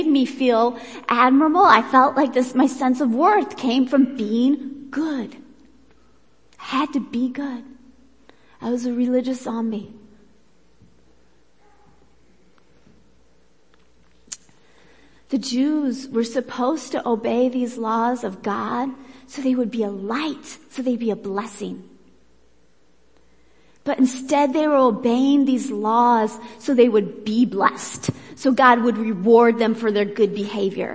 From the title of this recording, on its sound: Worship Service